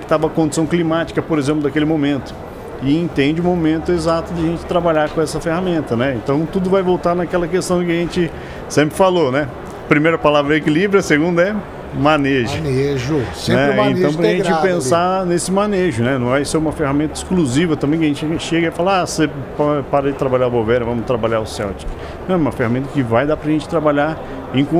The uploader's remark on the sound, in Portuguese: Especial Hortitec. Estamos ao vivo na Hortitec 2023.